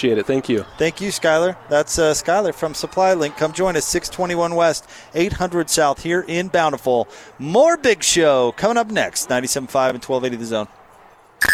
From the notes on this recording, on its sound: LIVE at Supply Link in Bountiful